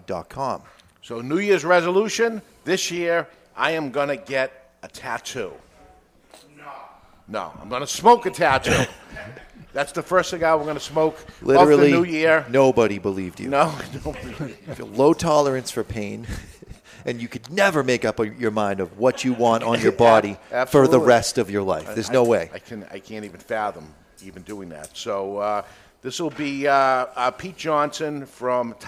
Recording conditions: live audience